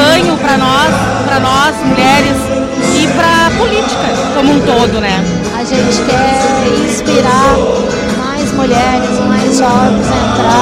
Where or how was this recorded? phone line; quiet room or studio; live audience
live audience